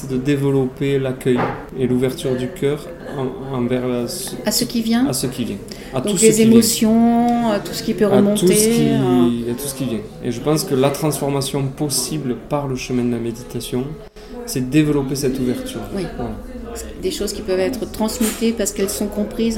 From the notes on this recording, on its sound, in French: Emission enregistrée dans mon café préféré de Rodez : LE BROUSSY.